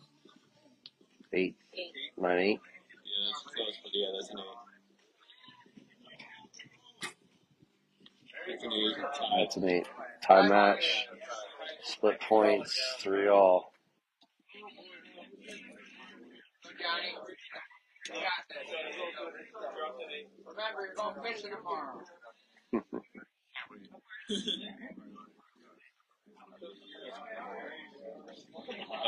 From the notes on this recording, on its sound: (Live Feed). This previously recorded live feed with commentary of the Bronze medal match. Sorry about the poor video and audio quality as it was a FB live feed.